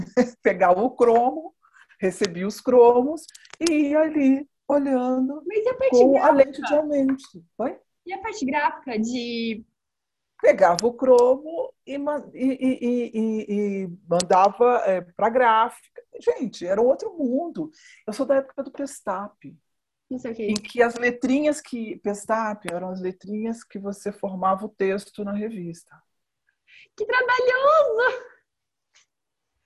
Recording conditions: video call